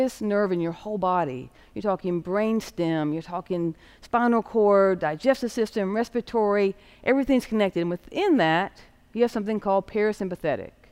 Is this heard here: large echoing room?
yes